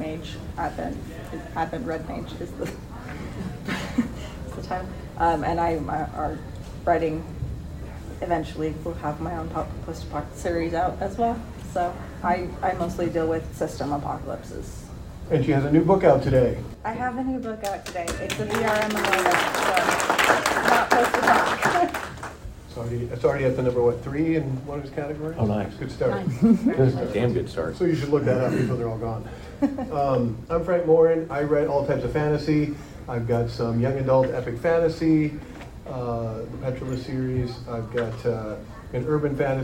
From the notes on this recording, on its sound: Dragon Con 2023 "Loner vs. Community" Panel. While some minor sound editing was done to make the original recording somewhat easier on the ears, please keep in mind that this was recorded live and therefore the sound quality is uneven at best.